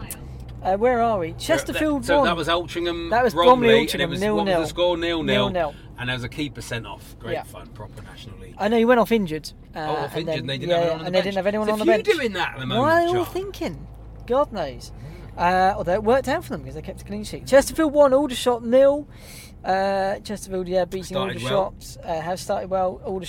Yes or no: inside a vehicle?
yes